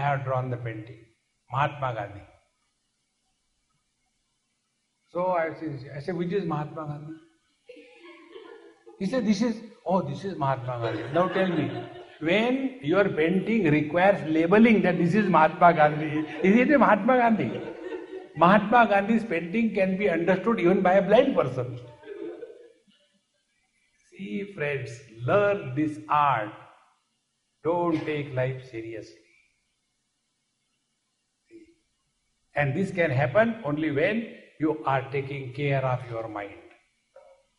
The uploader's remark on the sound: Recording live in Phoenix Arizona, USA, July, 24, 2016.